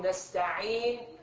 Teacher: ما سمعتوا ضم منه، لكن أشرت إلى الضم أنا بالشفتين · Term: إشمام